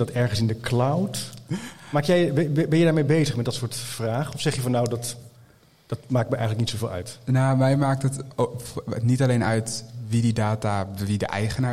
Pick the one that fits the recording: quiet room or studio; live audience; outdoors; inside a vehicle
live audience